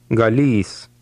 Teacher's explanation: the stress was on the last part of the word. Remember that the Lithuanian Y has a long E sound.